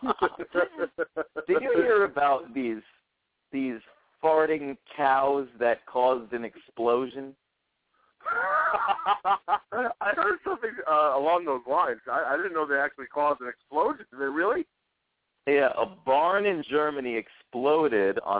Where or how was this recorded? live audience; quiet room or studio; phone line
phone line